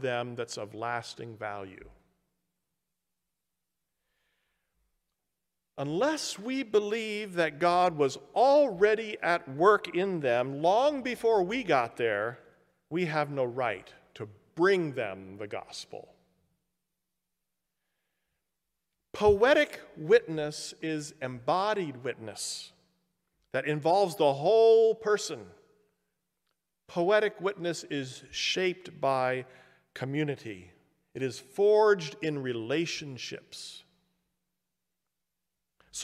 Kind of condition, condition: setting, large echoing room